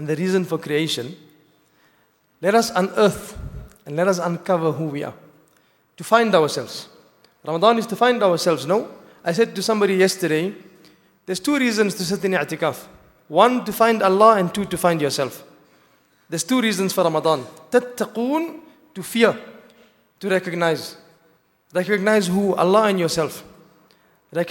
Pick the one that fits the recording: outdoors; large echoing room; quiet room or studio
large echoing room